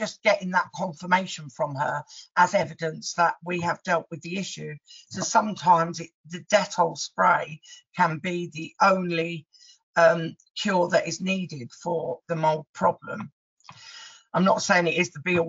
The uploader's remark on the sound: Recording to the Propertymark webinar presented by Inventory Base